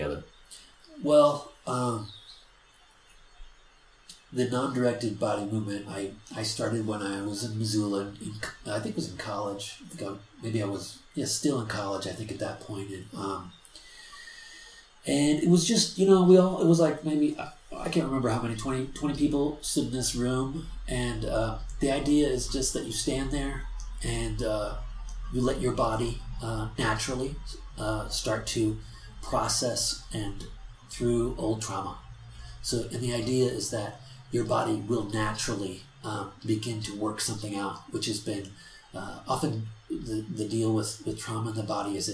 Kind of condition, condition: fault, background noise